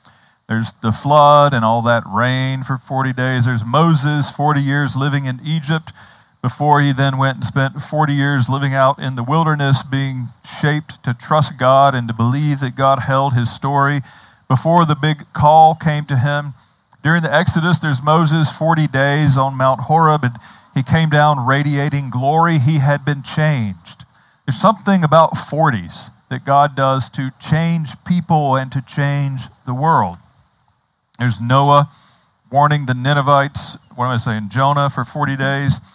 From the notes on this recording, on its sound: Outdoors this Spring and Summer, outside the Retreat House. On the beautiful and scenic campus of Gordon Conwell Theological Seminary 130 Essex St, South Hamilton, MA 01982.